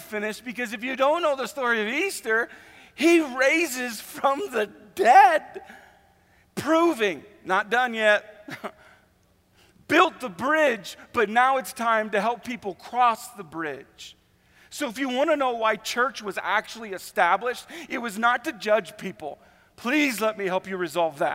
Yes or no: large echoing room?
yes